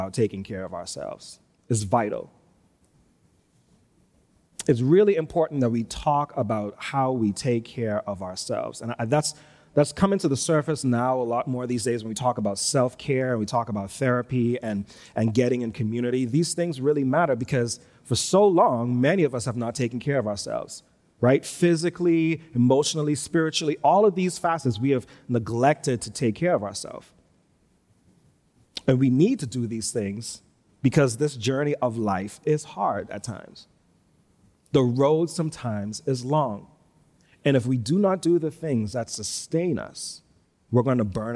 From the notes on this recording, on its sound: Recorded live on Sunday, February 6, 2022, at New Providence Community Church.